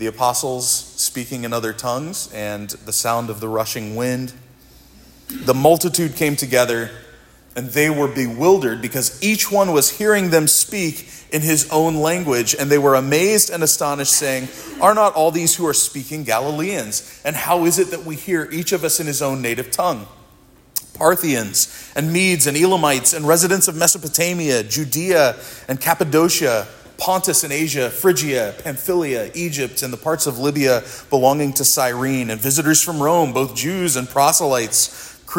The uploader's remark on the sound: This sermon was preached at Providence Church